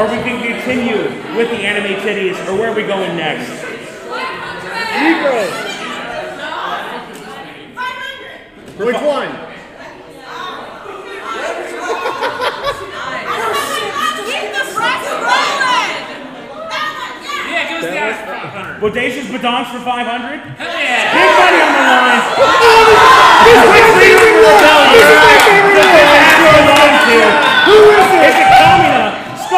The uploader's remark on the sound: Anime Iowa Panel. The audio from our panel from Anime Iowa.